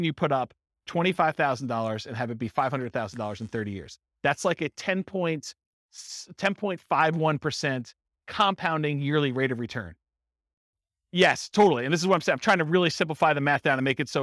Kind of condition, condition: setting, live audience